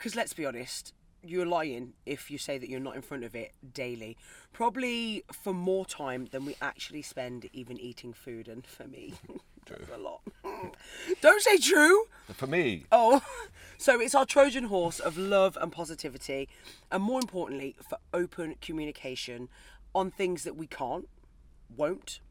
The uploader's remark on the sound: Trapped in a Van in McDonalds Carpark